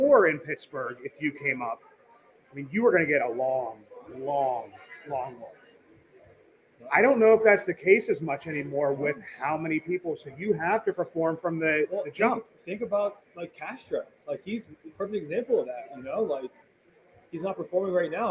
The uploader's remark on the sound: Goes live from Allegheny City Brewing, in the heart of Deutschtown. For the Pirates Home Opener.